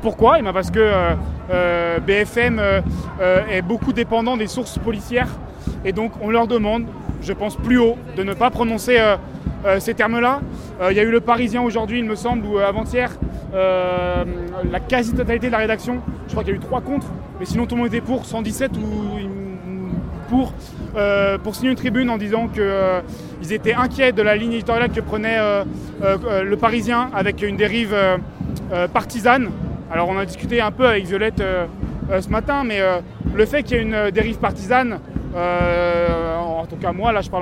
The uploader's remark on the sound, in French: nous étions en direct du cortège parisien